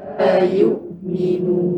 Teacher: hamzah tu jangan bunyi apa-apa matikan suara dan nafas kat situ